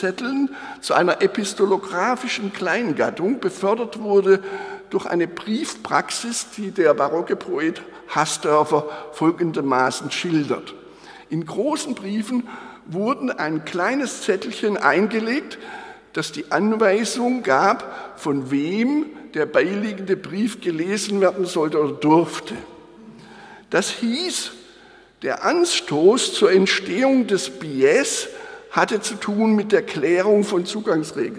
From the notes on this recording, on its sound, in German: Der Beitrag ist der gekürzte und moderierte Mitschnitt des Festvortrags. Anlässlich der Eröffnung des Graduiertenkollegs Kleine Formen im Tieranatomischen Theater der Humboldt-Universität zu Berlin.